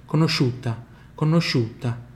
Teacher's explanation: Quando eu falo conosciuta, eu nem falo i, perceba. Conosciuta.